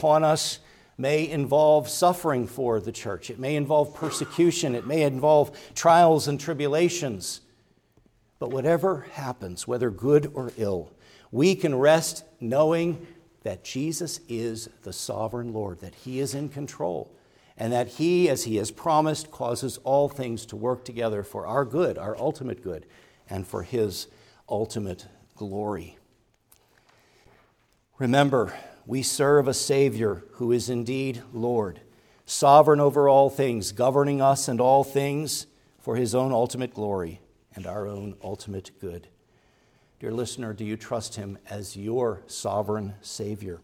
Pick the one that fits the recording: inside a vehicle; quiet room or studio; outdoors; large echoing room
large echoing room